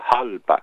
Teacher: una especie de J o H aspirada